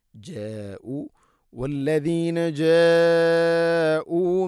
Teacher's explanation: ഇവിടെ മദ്ദിൻ്റെ അക്ഷരമായ അലിഫിന് ശേഷം ഹംസയാണ്. ഒരേ പദത്തിലാണുള്ളത് മദ്ദ് മുത്തസിൽ. നിർബന്ധമായിട്ടും ഇത് 4-5 ഹർക്കത്തിൻ്റെ ഖദറിൽ നീട്ടണം